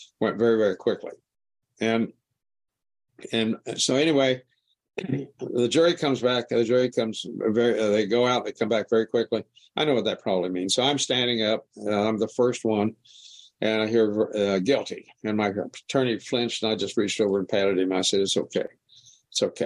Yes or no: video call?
yes